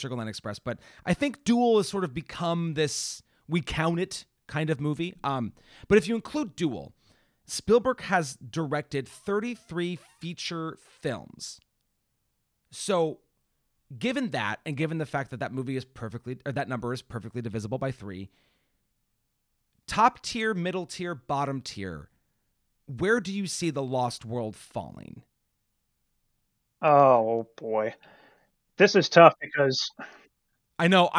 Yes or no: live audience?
no